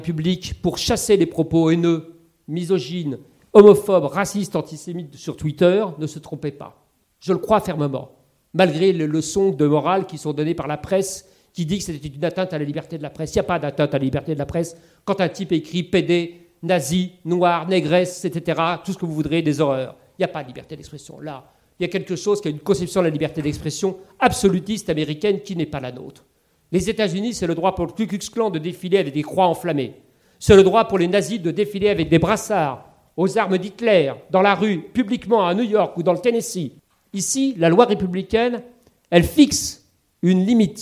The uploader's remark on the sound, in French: lors d'une conférence inédite